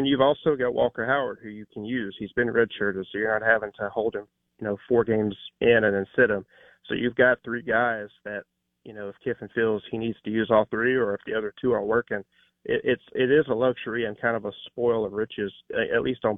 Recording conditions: phone line